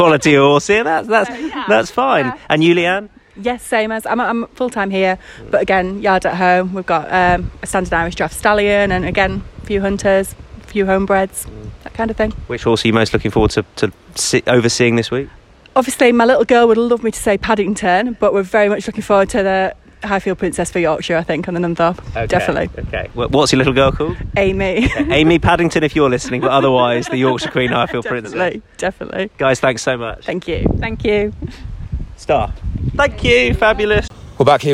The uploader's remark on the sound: at York for the first day of the Ebor Festival